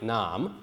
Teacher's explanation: Well, first of all, unstressed vowels disappear during this period. So the schwa at the end of the word would have disappeared, leaving us with something like nam.